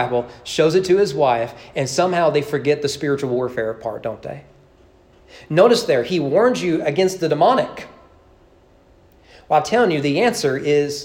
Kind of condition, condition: setting, large echoing room